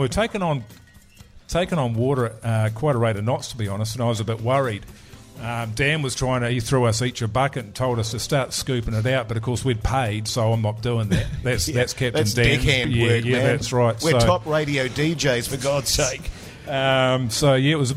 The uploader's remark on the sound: The Big Show LIVE. LIVE at Shining Peak Brewing.